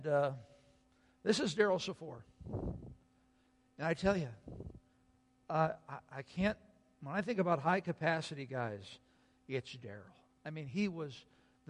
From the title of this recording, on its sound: Sunday Worship Service - Audio